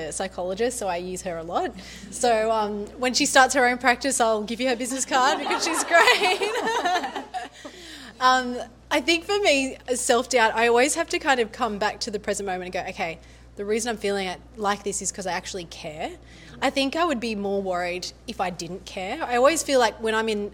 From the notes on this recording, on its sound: In this episdoe I'm sharing the audio from my first event, Flourish + Thrive.